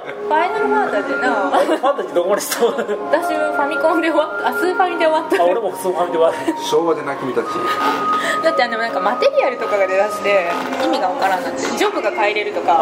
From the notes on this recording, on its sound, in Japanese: 韓国料理店での収録のため、バックにそれ系の音楽が流れてますｗ